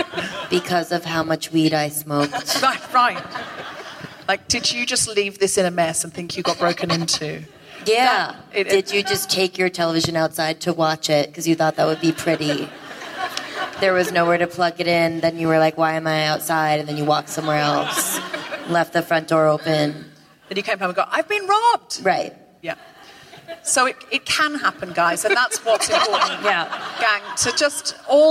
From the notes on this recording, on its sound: Recorded 15 January 2020 at The Wilshire Ebell Theater in Los Angeles.